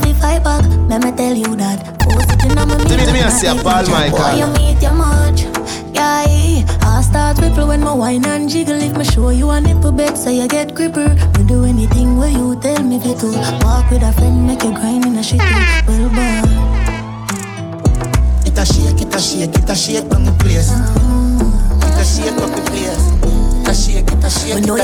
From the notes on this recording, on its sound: LIVE AUDIO. A recording of my set at Island Saturdays.